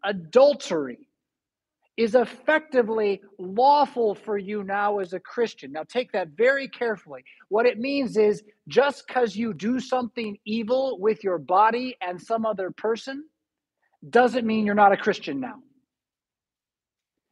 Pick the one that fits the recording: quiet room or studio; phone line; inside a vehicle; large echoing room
large echoing room